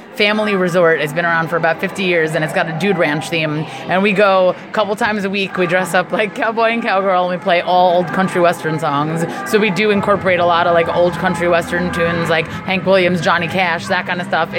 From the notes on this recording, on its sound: at the Artworks Trenton Monsters Ball